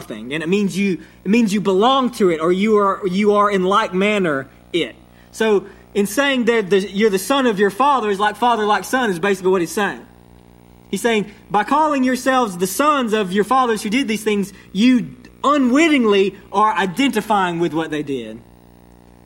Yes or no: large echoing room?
yes